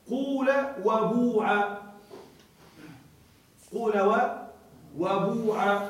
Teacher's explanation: اللغة الثانية قول وبوع، قول وبوع، ماذا حصل؟ قلبت الألف واو وضمت الفاء ضما خالصا